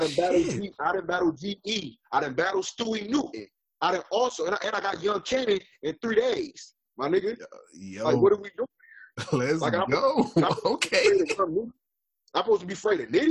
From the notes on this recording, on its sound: In this special unedited episode. We apologize for the audio quality as we were experiencing some technical difficulties.